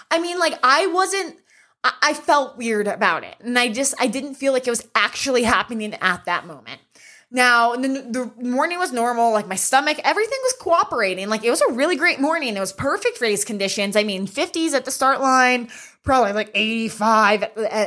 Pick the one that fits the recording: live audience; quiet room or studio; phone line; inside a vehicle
quiet room or studio